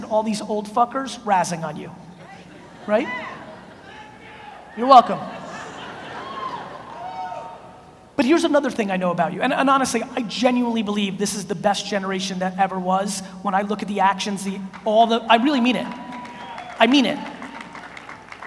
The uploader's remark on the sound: A Keynote: NAC Philadelphia 2018